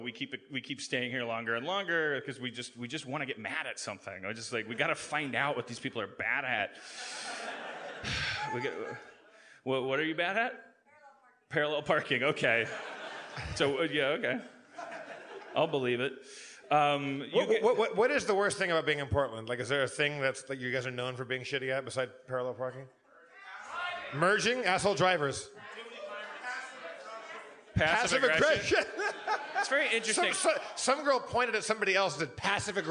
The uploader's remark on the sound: LIVE from Bridgetown 2015!